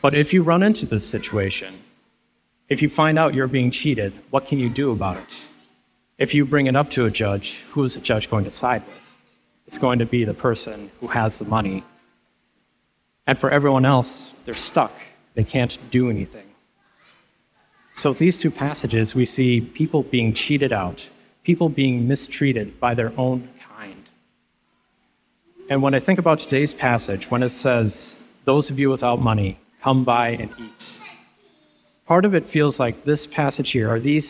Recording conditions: live audience